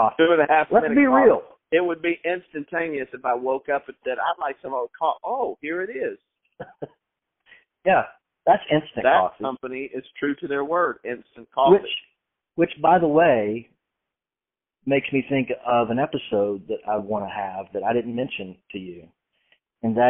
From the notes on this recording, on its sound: on the phone telling stories and laughing